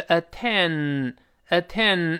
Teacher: 注意前鼻音，舌头得贴上去